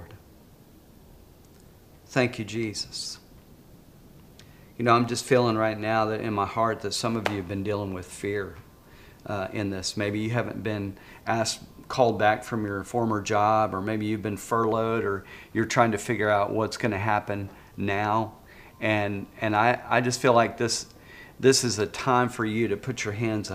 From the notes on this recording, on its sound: This message was preached at Vision Church located at The Apollo on Emma in Springdale, AR.